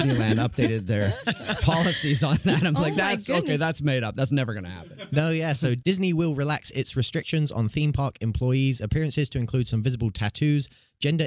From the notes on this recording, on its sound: Phone interview